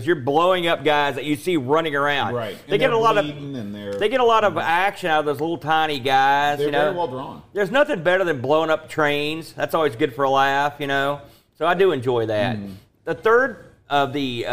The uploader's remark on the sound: LIVE from Boatfest 2023